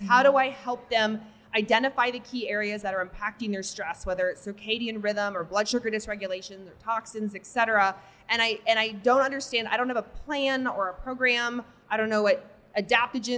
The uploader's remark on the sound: Live from A4M World Congress in Las Vegas